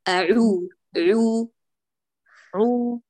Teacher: أمسكي مخرج العين وسط الحلق